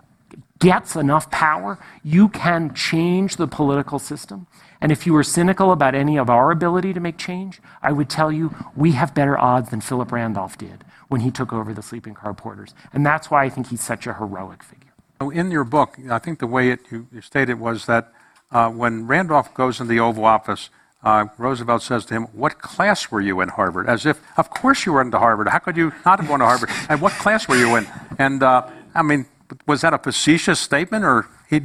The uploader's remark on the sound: on stage at the festival